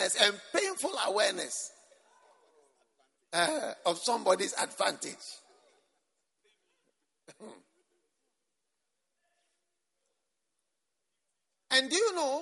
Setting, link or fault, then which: setting, live audience